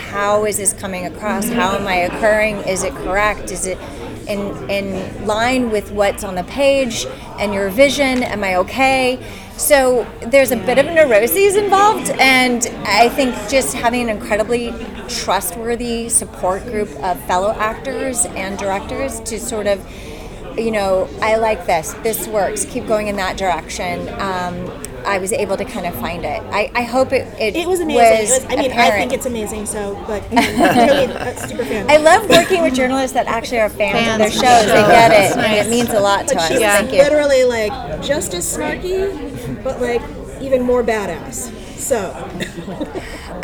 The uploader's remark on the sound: Audio Interviews From NYCC.